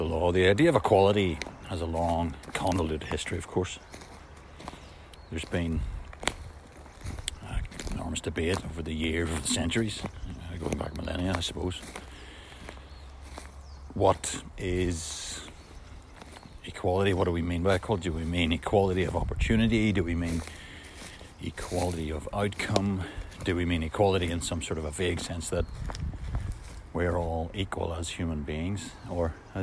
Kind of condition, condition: fault, wind noise